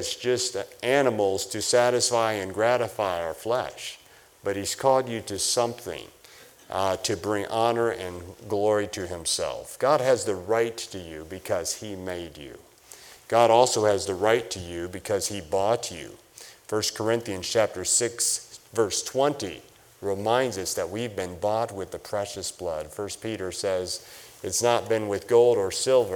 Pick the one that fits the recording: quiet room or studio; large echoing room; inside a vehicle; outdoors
large echoing room